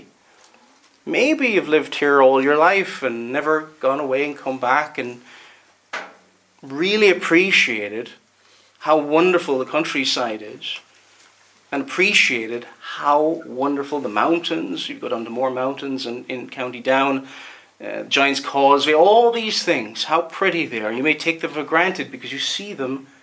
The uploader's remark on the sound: Preached at Ballymoney Reformed Presbyterian Church